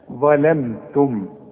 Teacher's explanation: اهو صح انا غلطت في اللام، قل ظلم، شوف ظلم لا ظلا، الاول هفخم الظ ولازم اطلع لساني فيها، لكن اللام والميم وبقيه الكلمه ارققها، ظلمتم، اوعى تقول لي ظلمتم، ظلم لا ظلم، إنكم ظلمتم، والتاء والميم مرققين.